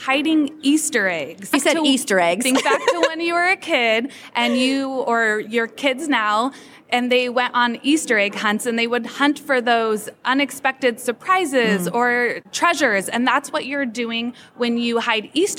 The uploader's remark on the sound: This episode was recorded in front of a live audience at Sub Summit 2023 in Dallas, Texas at the SUBTA Studios Stage.